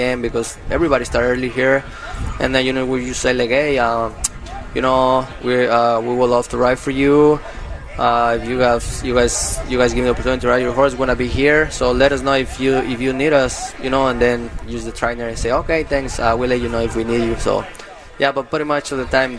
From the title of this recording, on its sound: Live from Del Mar Opening Day